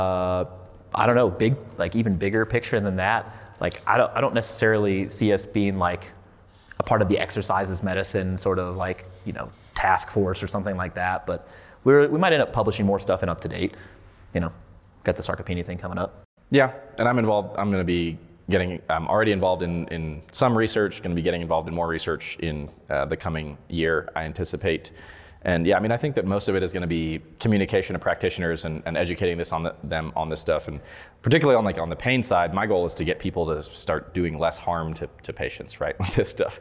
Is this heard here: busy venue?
yes